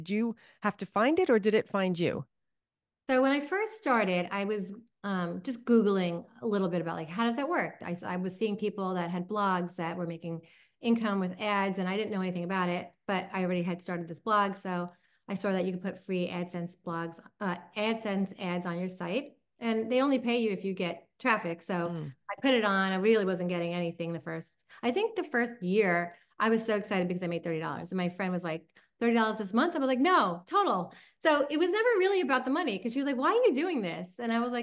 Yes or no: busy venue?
no